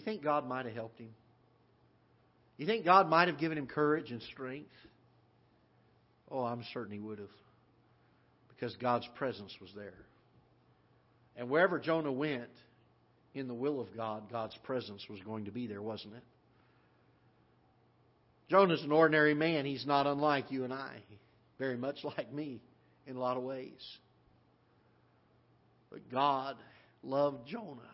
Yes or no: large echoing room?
yes